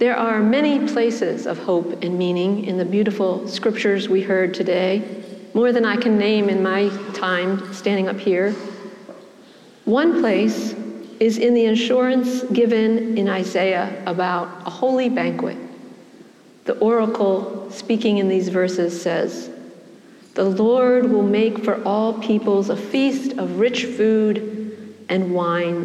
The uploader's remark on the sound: preached at the celebration of the Holy Eucharist on the Twentieth Sunday after Pentecost